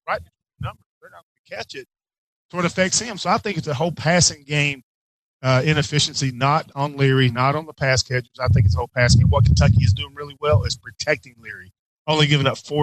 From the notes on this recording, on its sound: Live at McLean County for a Tailgate Show courtesy of Whitaker County as McLean plays host to Webster County in the Kroger KSR Game of the Week.